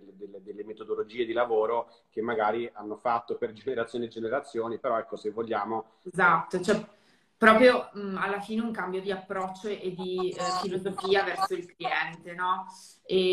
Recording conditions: video call